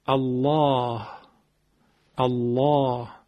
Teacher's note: باید غلیظ بشه، غلظتش هم از تو حلق ایجاد میکنیم · Term: تقلیز لام